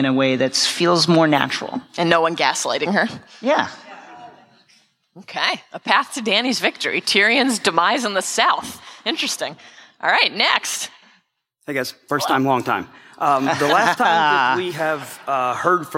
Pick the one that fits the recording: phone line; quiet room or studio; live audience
live audience